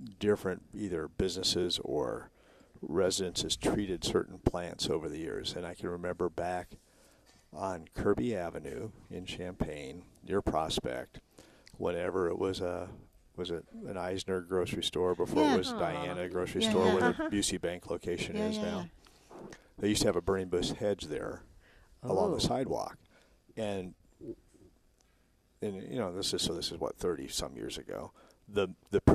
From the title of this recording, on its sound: live from Prairie Gardens 1-4-20